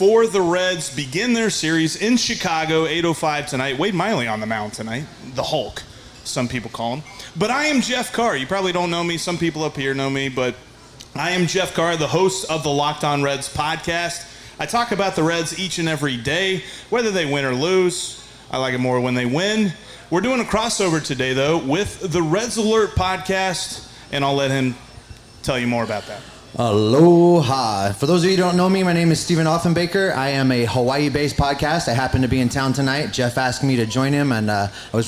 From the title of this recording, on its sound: LIVE from Fretboard Brewery